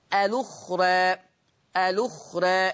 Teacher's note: لما انقل حركة الهمزة هوديها لللام، فتصير اللام مضمومة · Term: النقل